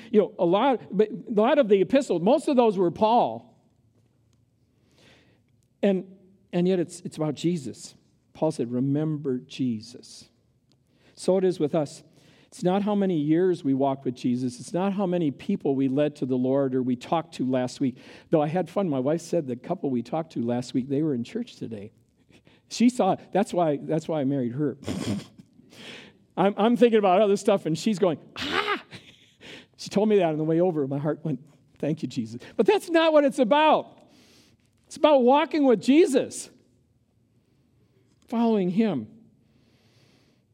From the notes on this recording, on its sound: Recorded live at Word of Life Church in Le Sueur, Minnesota, on August 20, 2023.